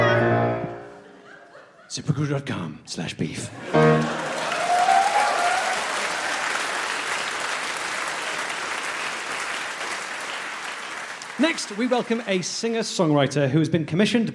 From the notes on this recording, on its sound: Live At The European Barn Doors And Gates Expo. This live episode, recorded at this year's European Barn Doors And Gates Expo.